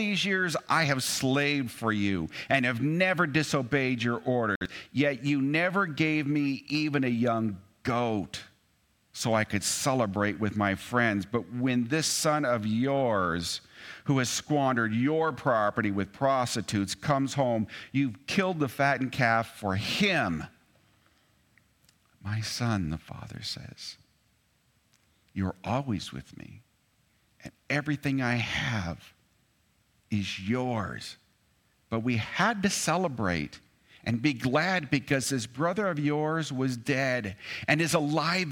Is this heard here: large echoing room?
yes